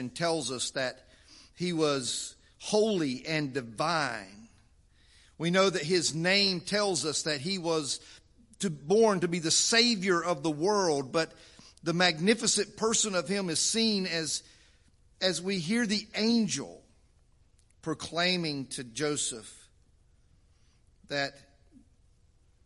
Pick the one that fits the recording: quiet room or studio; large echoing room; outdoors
large echoing room